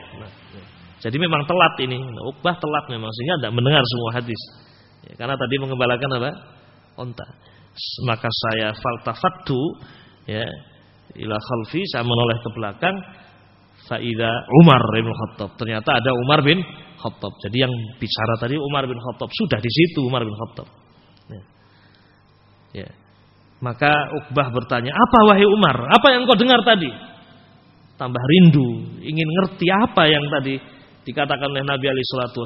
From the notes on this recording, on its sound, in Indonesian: Rec Audio Rekaman Tausiyah ba'da shubuh. Dari Masjid Ibnu Taimiyyah Sanggrahan, Grogol , Sukoharjo. File Audio 32kbps.